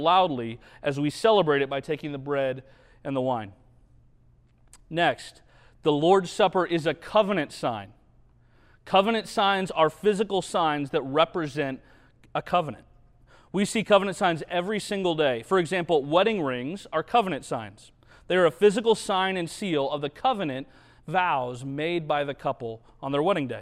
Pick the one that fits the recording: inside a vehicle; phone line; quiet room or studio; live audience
live audience